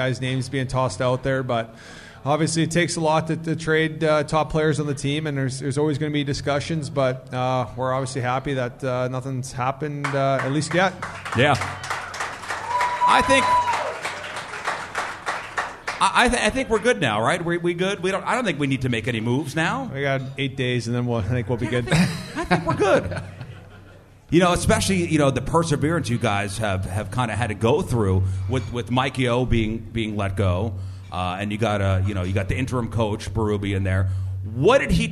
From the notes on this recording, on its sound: Live at Hot Shots in St.